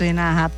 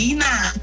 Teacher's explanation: Como se tivesse um acento no último A · Shown in: second take